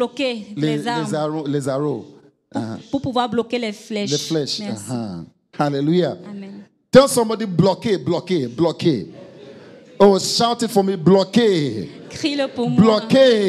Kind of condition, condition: setting, large echoing room